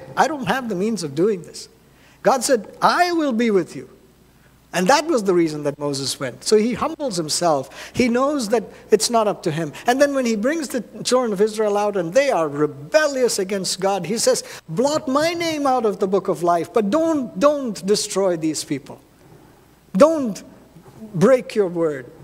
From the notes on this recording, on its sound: at New Life Fellowship Church, Concord, NC, on Sunday, May 7, 2023.